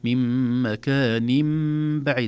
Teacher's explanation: لأن نون التنوين مكان انقلبت مكان، لماذا؟ بسبب الباء بعدها. طبعا هذا كله عند الوصل، من مكان بعيد، لا نقول مكان بعيد، لا، مكان بعيد. · Term: الإقلاب